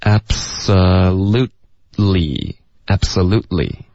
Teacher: Absolute 的特的音也会省略